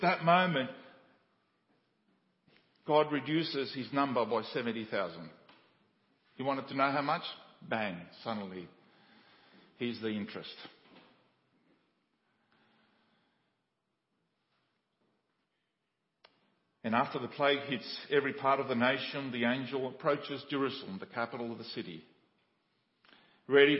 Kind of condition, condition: setting, large echoing room